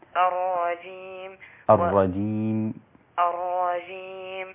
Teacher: خلي الياء رقيقة، الياء ليست من الأنف